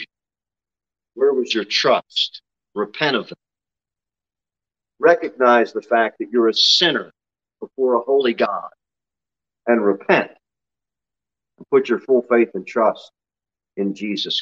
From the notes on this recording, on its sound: Sermon delivered at Pilgrim Baptist Church on Sunday, August 21, 2022 at 11:15 am. Jere Whitson Rd.